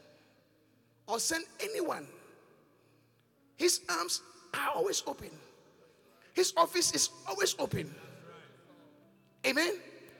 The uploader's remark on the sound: Encounter Service. Preached at The Qodesh.